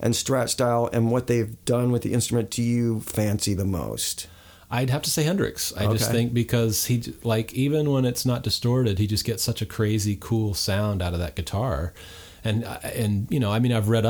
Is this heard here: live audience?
no